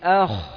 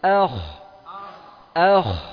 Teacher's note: sukun pada huruf rohwah tapi bersama huruf yang isti'la, dibaca tebal, pangkal lidah mengarah ke atas · Term: Tebal dan mengalir